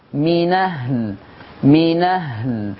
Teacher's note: نقل فتحة الهمزة إلى النون فتصير المنطوق نون مفتوحة